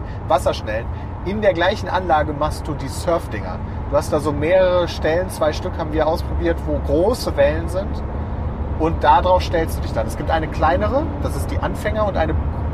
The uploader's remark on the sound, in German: Live von der Autobahn